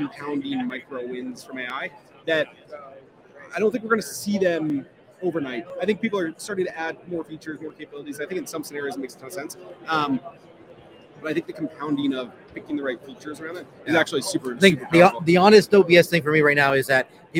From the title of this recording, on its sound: Live from Snowflake Summit 2023 in Las Vegas